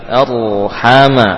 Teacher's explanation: ro jangan sampai berulang-ulang, ya, takrirnya jangan terus berulang r, ya, cukup sekali r hama.